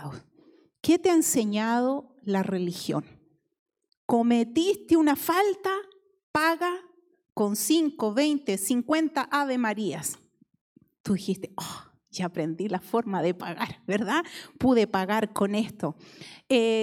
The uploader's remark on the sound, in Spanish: Predicaciones grabadas EN VIVO en la Iglesia Visión Mundial Para la Familia, Disciples Of Christ, Christian Church, en la ciudad de Arlington, Texas, USA